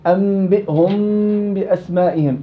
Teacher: الاقلاب معك وجهين، الوجه الصحيح انبئهم باسمائهم اطباق الشفتين بدون فرجه، والوجه الثاني الذي يقرا به في العصر الحديث وقالوا عليه أدلة والشاهد، أم أنبئهم بأسمائهم ترك فرجة، خلي فراغ.